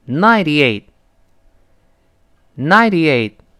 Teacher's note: ninety 中间这个字母 T 会轻轻浊化 · 那 eight 最后那个 T 失去爆破